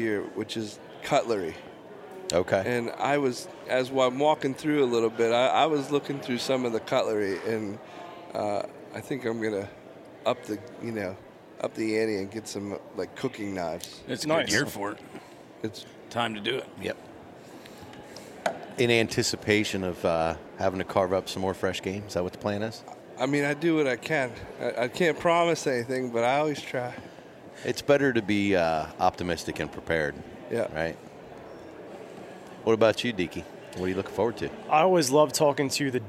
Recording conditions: busy venue